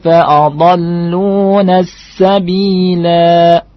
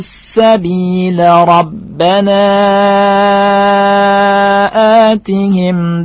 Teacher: apabila kita waqaf maka kita baca dengan panjang fa'adhalluna as-sabila, seperti itu. Tetapi kalau kita baca wasal, maka kita baca dengan pendek.